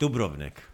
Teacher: when she pronounced Dubrovnik, she pronounced the accent on the first syllable